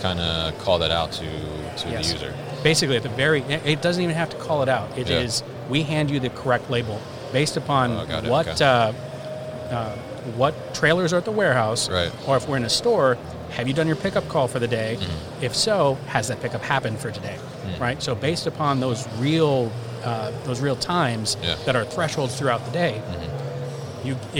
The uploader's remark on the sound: ProShip at MODEX 2020